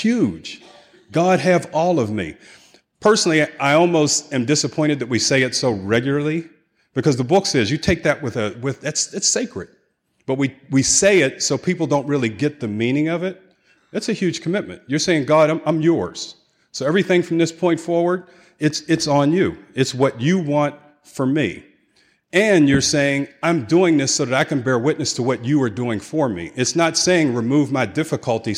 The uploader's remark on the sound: 2016 San Diego Conference Keynote Speaker